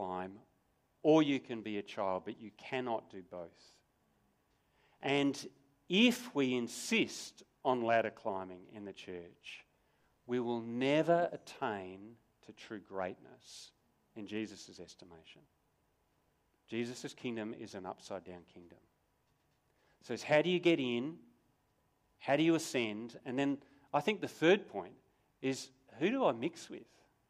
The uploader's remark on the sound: Sermon recorded live from Morley Baptist Church